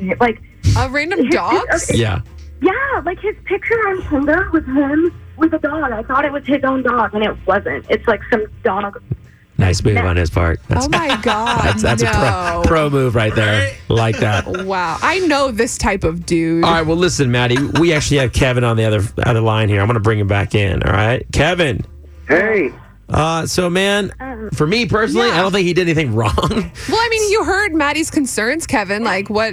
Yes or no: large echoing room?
no